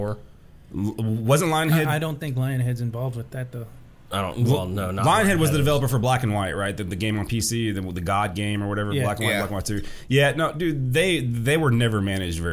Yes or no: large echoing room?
no